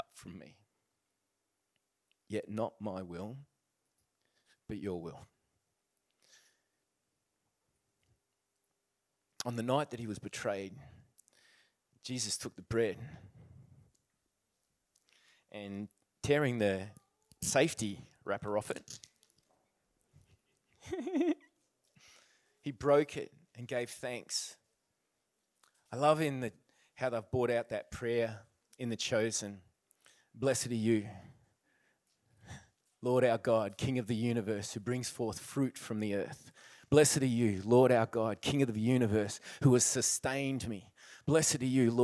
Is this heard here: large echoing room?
yes